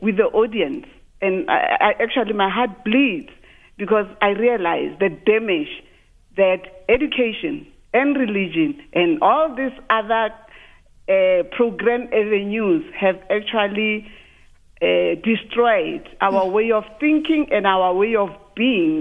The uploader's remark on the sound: Guest (phone)